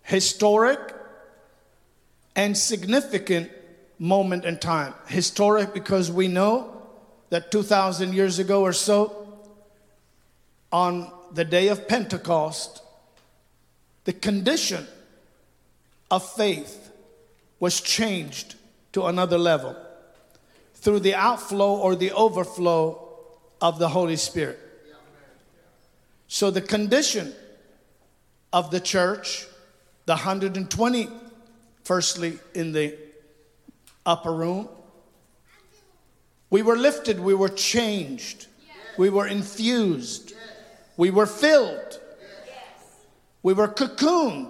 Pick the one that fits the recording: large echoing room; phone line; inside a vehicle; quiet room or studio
large echoing room